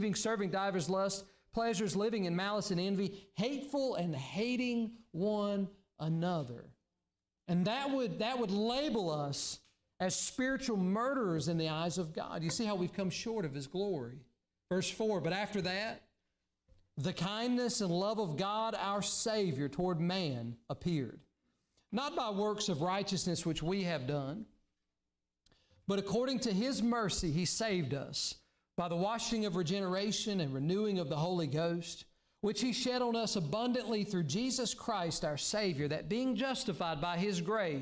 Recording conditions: large echoing room